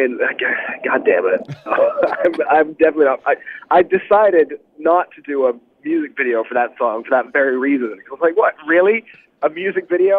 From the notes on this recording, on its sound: called in to chat